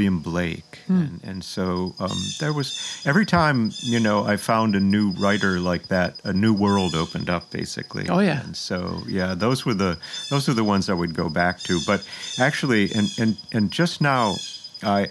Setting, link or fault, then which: setting, outdoors